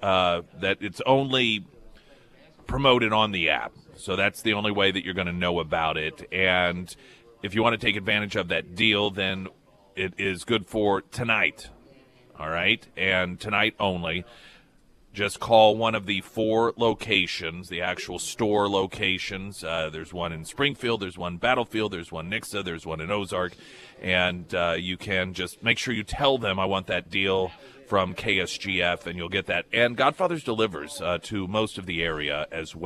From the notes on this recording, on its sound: live at Scramblers Diner.